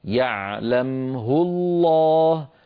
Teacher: قد تقع الهاء بين ساكنين قبل ساكن وبعد ساكن، كقوله تعالى وما تفعل من خير يعلمه الله، يعلمه الله، يعلمه، الهاء فيها هاء ضمير ومضمومة لكن قبلها ميم ساكنة وبعدها اللام الأولى من لفظ الجلالة أيضا ساكنة، فوقعت هاء الضمير المضمومة بين ساكنين يعلمه الله، فلا صلة فيها، لا نقول يعلمه الله، لا يفعل هذا أحد أبدا.